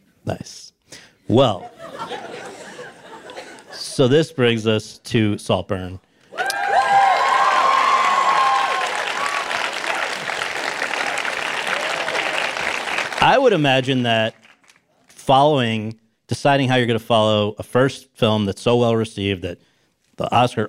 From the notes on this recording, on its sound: LIVE. In front of an audience at Chapman Univeristy.